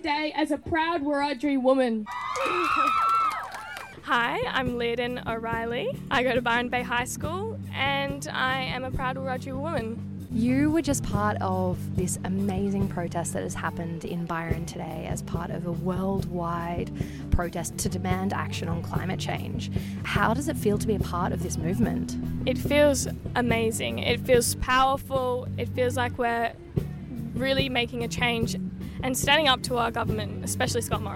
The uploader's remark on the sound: Hear live recordings from youth attending the Byron march as well as interviews with Byron highschool event coordinators and fledging new radio recruits!